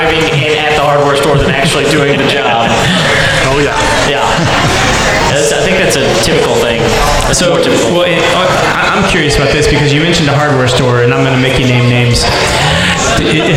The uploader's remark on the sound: That time we did a live show. Live show at the Thistle Drafthouse in Spring TX.